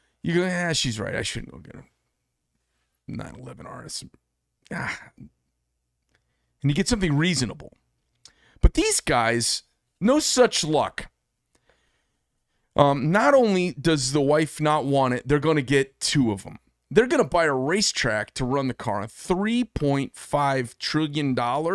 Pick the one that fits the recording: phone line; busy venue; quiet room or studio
quiet room or studio